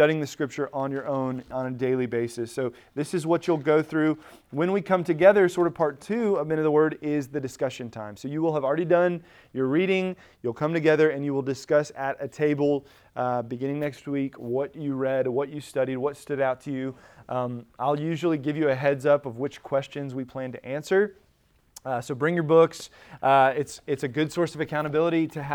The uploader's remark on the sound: Recorded at Emmaus Church in Buford, GA on Wednesday, February 8, 2023.